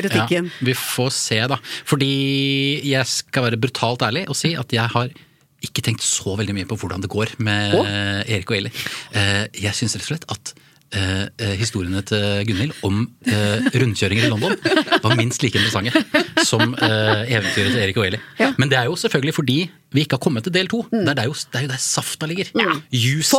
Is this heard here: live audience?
no